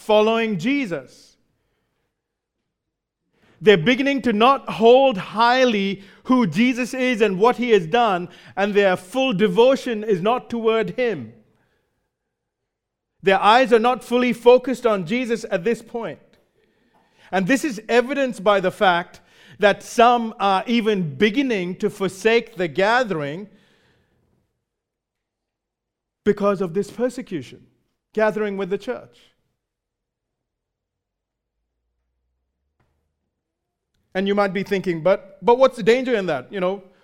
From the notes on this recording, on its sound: Recorded live at Grace Community Bible Church.